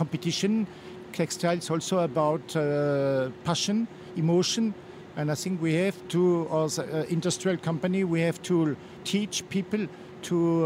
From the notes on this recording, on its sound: on location at Premiere Vision 2016 in New York